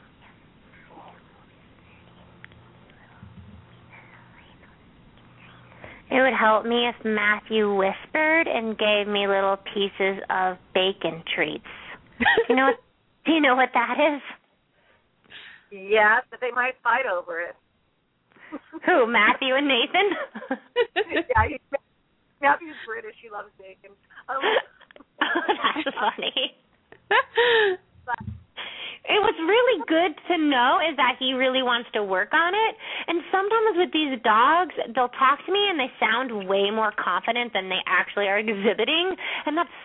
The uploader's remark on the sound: open up the lines for listeners to call